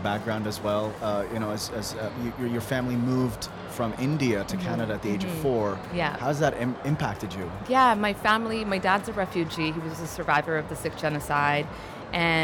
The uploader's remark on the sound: Live from SIBF 2022.